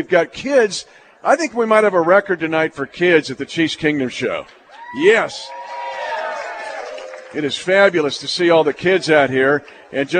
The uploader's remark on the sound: LIVE from Hy-Vee